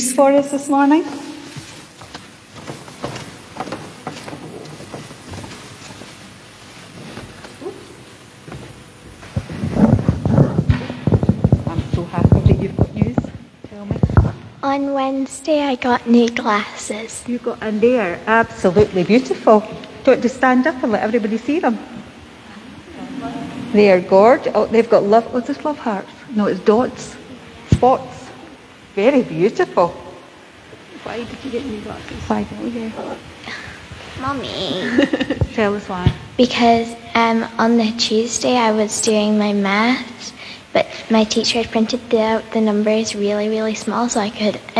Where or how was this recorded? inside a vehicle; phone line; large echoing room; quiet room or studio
large echoing room